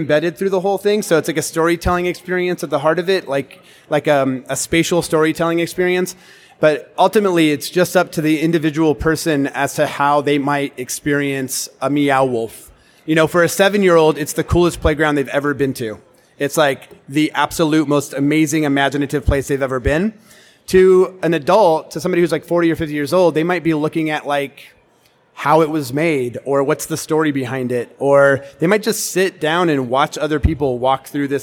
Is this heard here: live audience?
yes